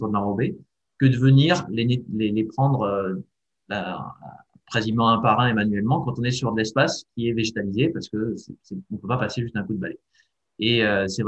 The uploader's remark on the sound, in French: En visio.